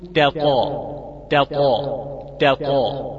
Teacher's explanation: التاء فيها استفال في منطقة الأقصى أما الطاء في منطقة الأقصى فيها استعلاء